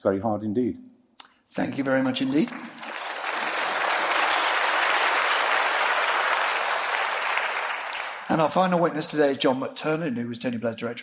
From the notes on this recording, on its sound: This episode features a live event which Intelligence Squared hosted in London in March 2016